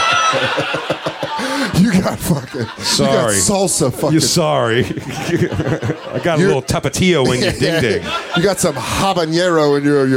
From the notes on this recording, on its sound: Live before a frenzied Village Underground crowd in NYC.